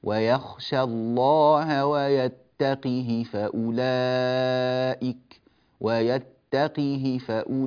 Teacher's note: فهو يكسر القاف ويكسر الهاء